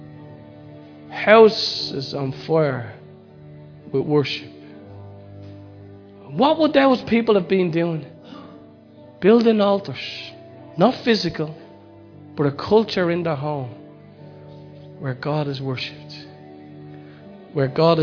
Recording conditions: large echoing room